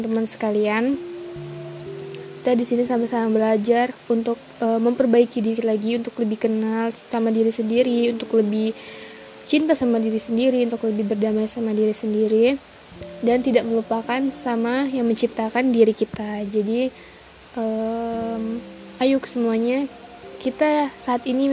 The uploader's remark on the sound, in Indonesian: Maaf banyak sound² di luar dugaan.